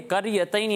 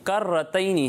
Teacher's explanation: دیکھیں یہ کر یتینی نہیں ہے کر رتینی ہے ٹھیک ہے را کے بعد یا نہیں ہے را پر تشدید ہے را کو دو بار پڑھنا ہے · Shown in: second take